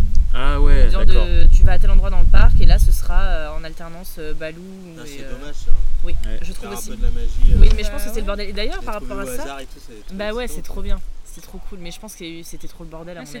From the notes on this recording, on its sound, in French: (ASMR Jardin). L'équipe s'excuse pour les bruitages de vents mais se félicite également pour cet ASMR Jardin qu'elle vous offre.